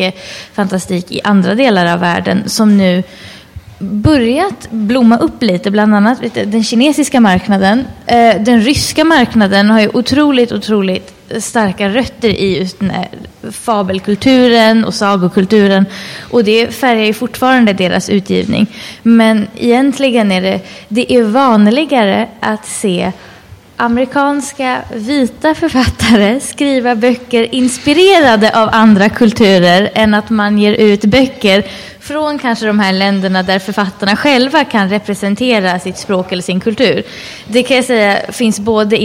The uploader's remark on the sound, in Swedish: Denna panel spelades in på Swecon 2014 – Steampunkfestivalen i Gävle.